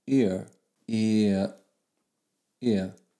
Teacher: this vowel is actually formed from moving from one vowel to the next, or gliding from one vowel to the next · Term: diphthongs